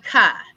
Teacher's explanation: So if we say the sound for the K is k, we don't say ka, because when we say ka, we've added a vowel. We've added the U sound, the short U sound, which is a schwa.